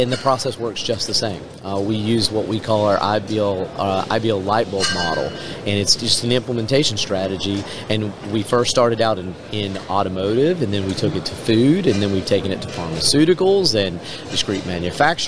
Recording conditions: busy venue